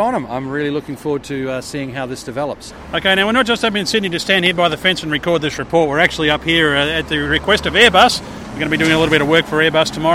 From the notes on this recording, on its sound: where else should they record the OzDesk than beside the bizjet ramp?